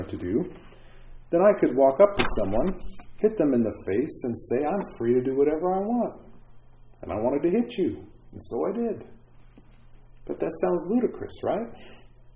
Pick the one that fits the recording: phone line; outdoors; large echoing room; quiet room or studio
large echoing room